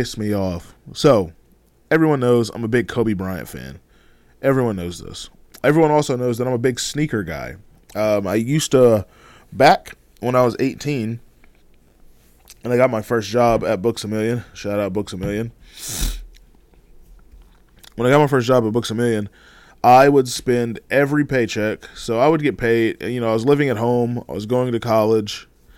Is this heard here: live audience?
no